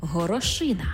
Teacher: В іменниках, які позначають одиницю з певної множини, падає наголос на «ина»